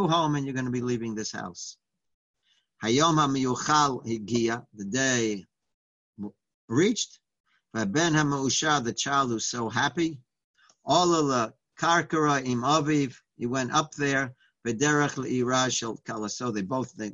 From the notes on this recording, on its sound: Live On Zoom.